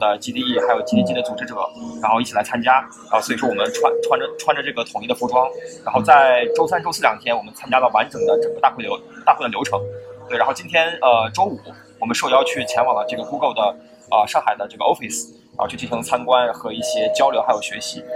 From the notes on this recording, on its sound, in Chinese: Google I/O Connect 现场特别篇。于上海参加 Google I/O Connect 大会及 Community Mixer 活动时。其特别之处在于主持人和嘉宾分别来自 4 个不同的城市。于 Google 在上海浦东预订的酒店大堂临时进行了节目录制。